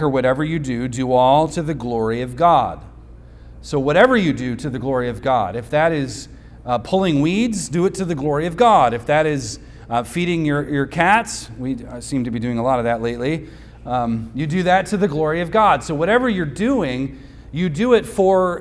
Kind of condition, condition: setting, large echoing room